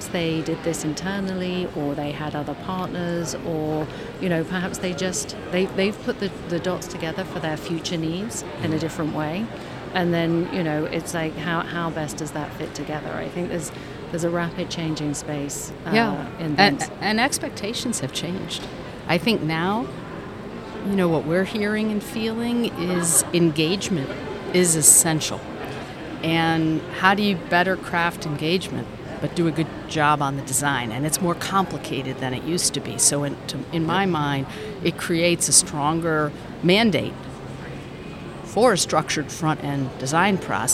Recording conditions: busy venue